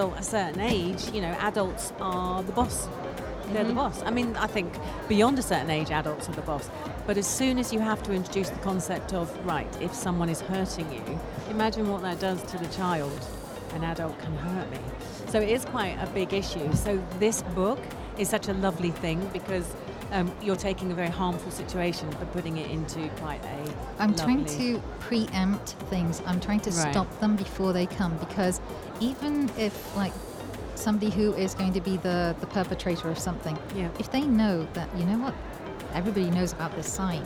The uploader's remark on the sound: Live from SIBF 2023